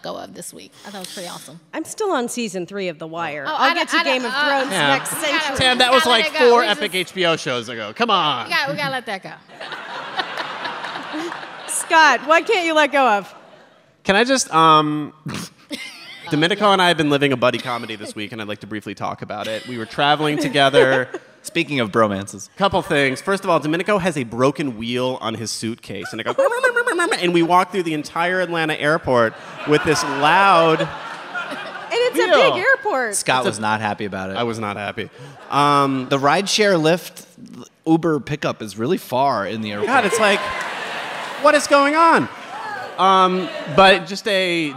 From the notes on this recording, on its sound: NPR Politics Live From Atlanta. Recorded in front of a live audience at the Buckhead Theatre in Atlanta.